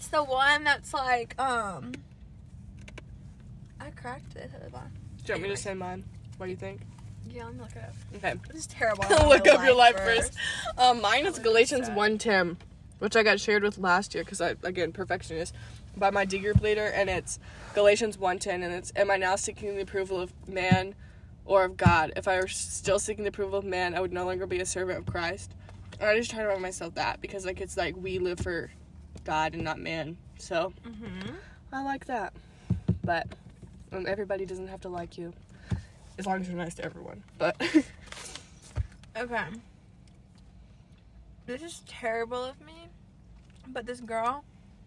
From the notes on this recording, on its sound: In a somehow Live a Sonic Parking Lot.